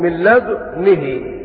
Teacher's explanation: قرأها بإشمام الدال إشارة إلى ضم الدال عند باقي القراء من لدنه ومع أيضا كسر النون من لدنه